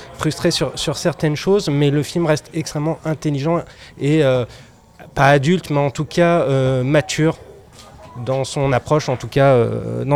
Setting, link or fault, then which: setting, busy venue